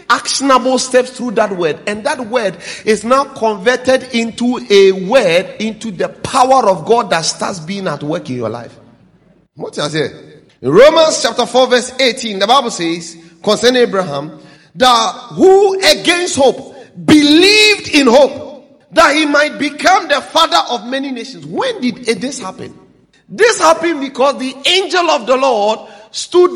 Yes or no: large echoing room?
yes